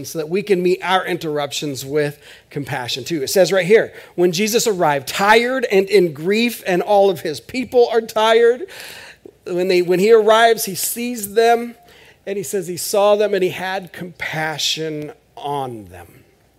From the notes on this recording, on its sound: This is audio ripped from the Live Service video.